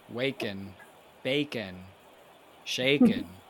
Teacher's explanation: Just drop your G's, and you'll be fine.